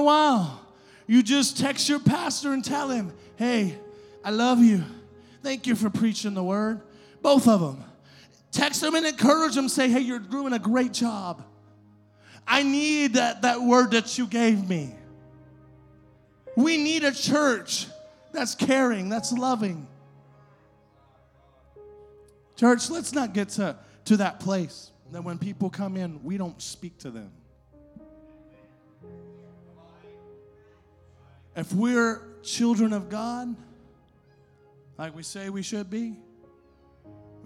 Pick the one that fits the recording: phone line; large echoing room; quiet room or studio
large echoing room